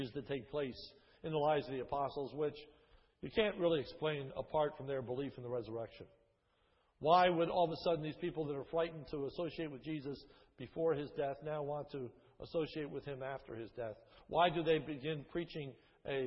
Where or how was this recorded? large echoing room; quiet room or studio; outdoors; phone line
large echoing room